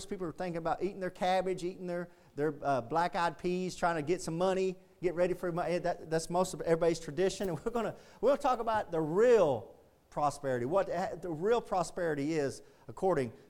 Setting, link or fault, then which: setting, large echoing room